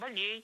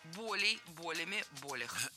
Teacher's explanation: Поэтому запоминаем слово «боль» с неподвижным ударением на корне. Поэтому всегда ударяем первый слог. · Shown in: second take · «Болей», «болями», «болях».